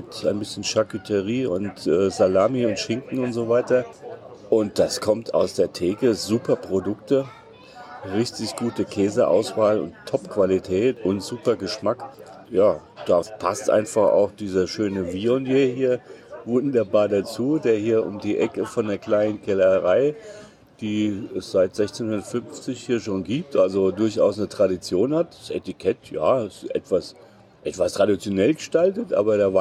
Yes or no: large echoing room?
no